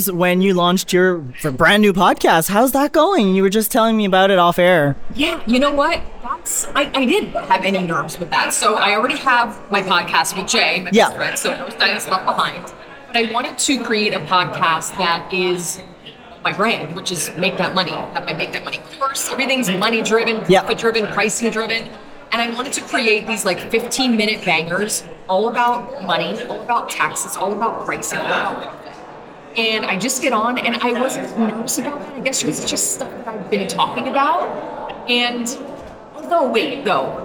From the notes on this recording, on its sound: Live From the Salon Owners Summit 2024. Bonus episode was edited and mixed by Audio Z.